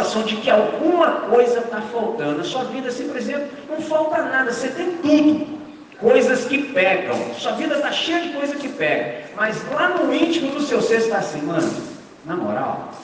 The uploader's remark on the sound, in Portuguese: Gravado em 31 de Maio de 2023 com os estudantes do 6°, 7° e 8° ano do Colégio Batista Brasil unidade Volta Redonda, RJ.